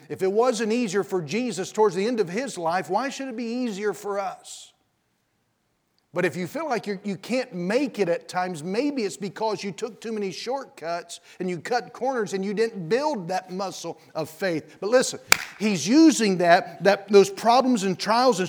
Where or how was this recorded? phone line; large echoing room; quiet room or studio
large echoing room